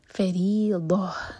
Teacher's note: رو کے نیچے کسرہ ہے تو رو باریک ہوگا اور ضاد ہیوی. فریضہ، دا نہیں ضہ، اور ان میں ہا کی آواز کلیئر آئے.